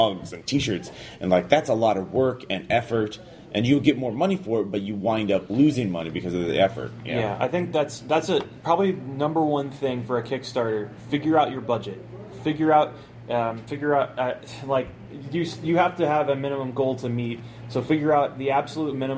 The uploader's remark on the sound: Indie Design the Chicken Salad Way at Gen Con 2015.